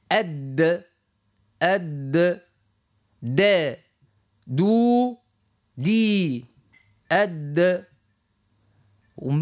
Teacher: حرف الدال زاد هو حرف شديد لكن ما هو شي مستعلي، حرف مستفل وحرف زاد مقلقل